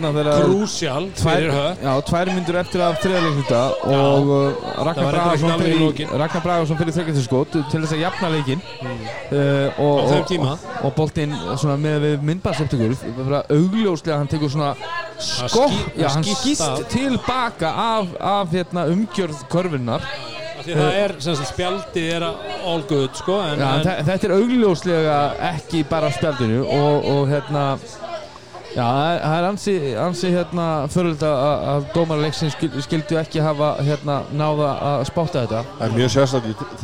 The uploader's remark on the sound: Live From Brons. Brons Keflavík.